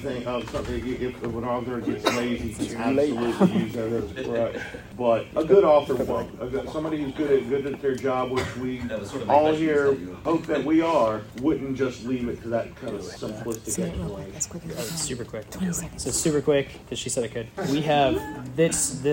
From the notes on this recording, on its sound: Features live audio from the Madness of the King panel at Dragon Con 2023. While some minor sound editing was done to make the original recording somewhat easier on the ears. Please keep in mind that this was recorded live and therefore the sound quality is uneven at best.